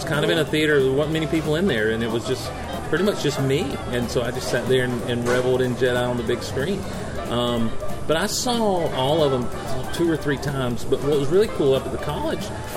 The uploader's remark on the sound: Recorded live at Locos Deli and Pub on St. Simons Island Georgia.